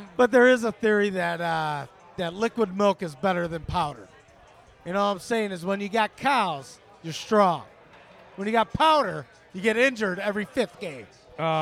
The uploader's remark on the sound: LIVE On White Sox Opening Day Party at Culinary Misfits